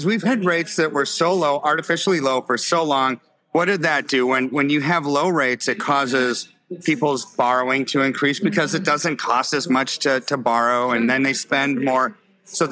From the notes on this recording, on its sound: live and in person at the Reawaken America event